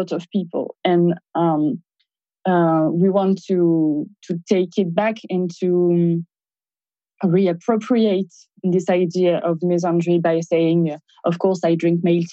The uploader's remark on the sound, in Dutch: This conversation was recorded during an online event hosted by TivoliVredenburg in collaboration with publishing house Atlas Contact. Dit gesprek is opgenomen tijdens een online event dat werd gehost door TivoliVredenburg in samenwerking met AtlasContact op 1 maart 2021.